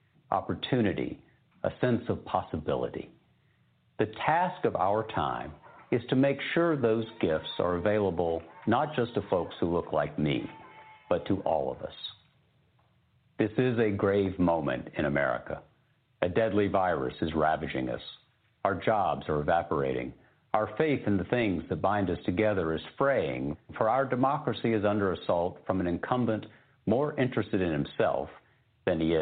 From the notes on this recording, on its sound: It is a live call in show.